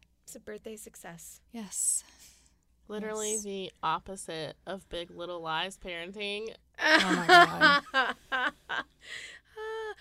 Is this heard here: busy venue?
no